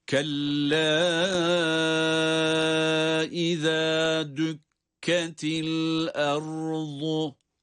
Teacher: kella uzatılarak, dört elif miktarı kadar uzatılarak okunmalı · Term: meddi munfasıl